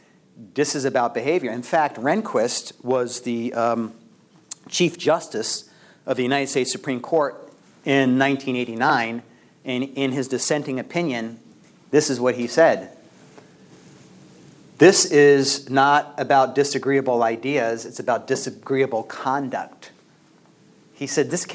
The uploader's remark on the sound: LECTURE ADUIO